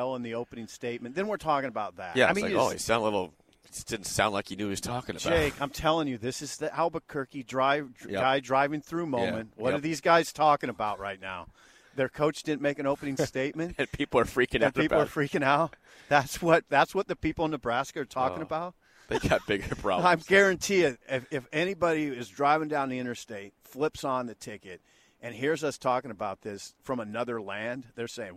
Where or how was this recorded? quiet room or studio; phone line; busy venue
busy venue